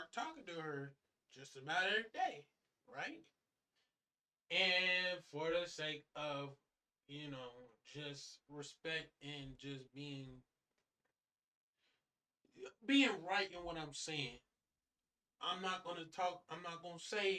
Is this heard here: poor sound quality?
yes